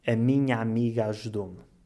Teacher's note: A forma mais natural de pronunciar esta frase seria juntando os dois As e abrindo a pronúncia, ou seja, juntar os dois As e pronunciá-los como um só A aberto